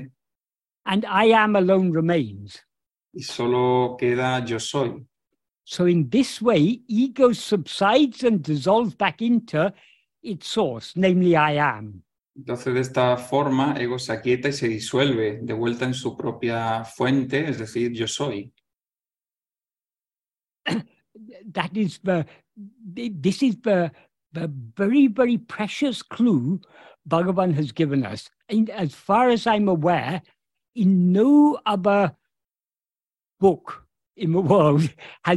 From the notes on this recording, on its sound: In a Zoom meeting. A group of Spanish devotees of Bhagavan Sri Ramana.